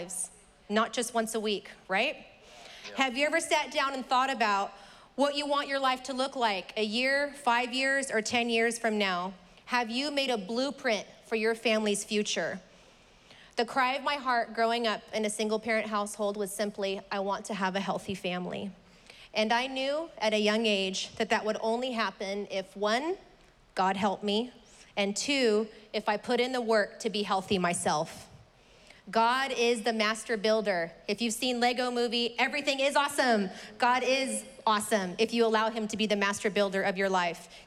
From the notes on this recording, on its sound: was preached on May 23rd at the 11:30AM service